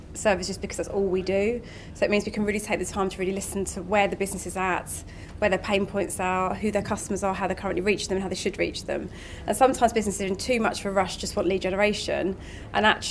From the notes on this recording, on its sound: Speaking on the second day Elite Business’ live event on March 12 on the Financial Management panel.